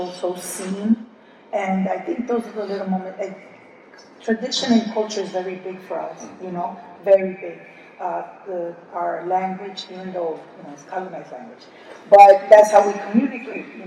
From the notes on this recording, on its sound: LIVE from SWC23. We're very proud to finally be able to present this conversation to everyone who wasn't able to attend this panel in person!